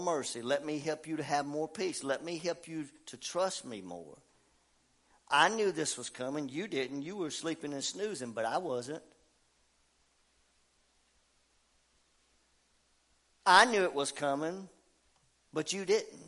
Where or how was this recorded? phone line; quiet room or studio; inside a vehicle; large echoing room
large echoing room